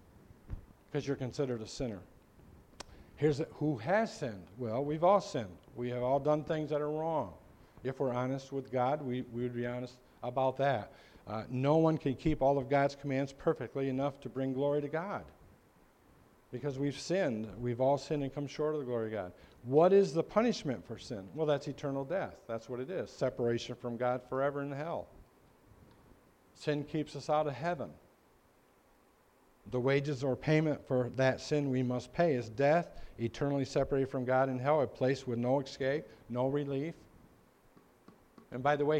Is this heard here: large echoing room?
yes